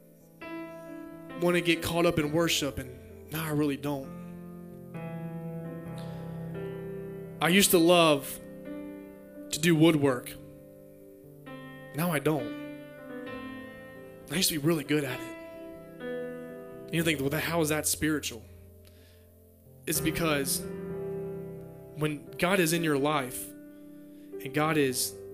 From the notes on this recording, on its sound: Message preached at Near Church in Bowing Green Kentucky.